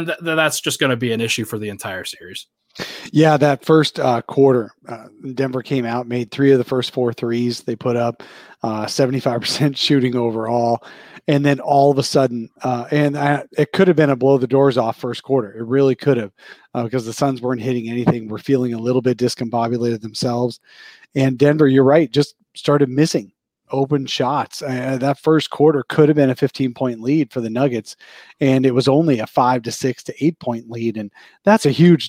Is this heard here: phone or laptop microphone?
no